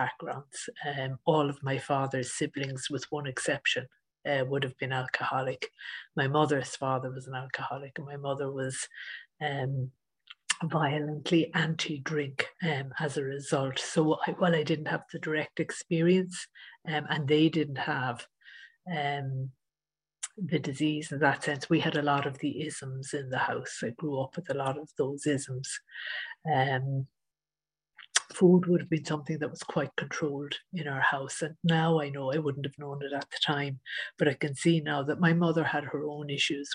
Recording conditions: video call